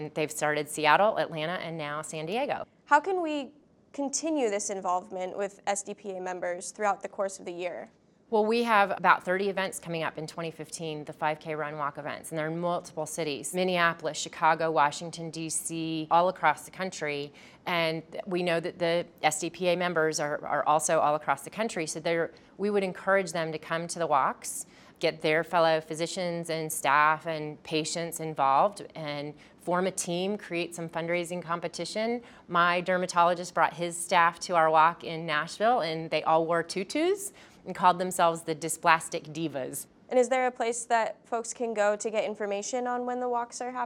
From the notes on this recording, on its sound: at the 2014 Fall Conference in San Diego